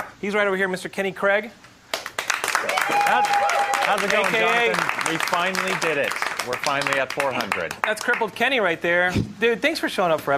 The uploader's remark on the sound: Geekscape Episode 400 Live Spectacular! Broadcast Live from TheStream.tv. Live musical performances.